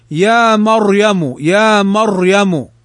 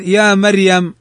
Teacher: الراء تفخم في كلمة مثلا مريم · Shown in: first take · Term: التفخيم